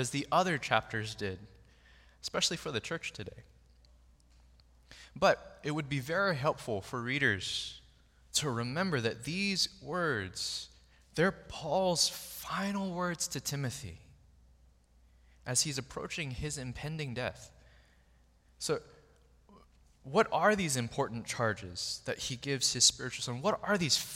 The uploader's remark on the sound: Recorded on October 8, 2023 at Waialae Baptist Church.